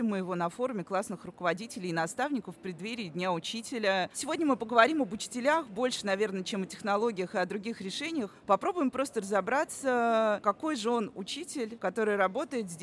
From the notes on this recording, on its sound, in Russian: Третий эпизод у нас получился необычным, потому что мы записывали его на Форуме классных руководителей и наставников, который проходил в преддверии Дня учителя.